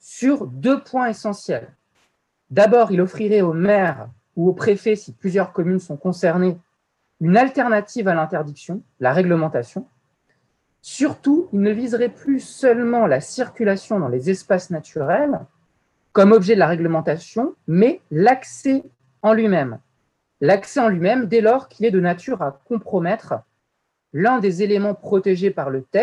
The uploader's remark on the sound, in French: Enregistré sur zoom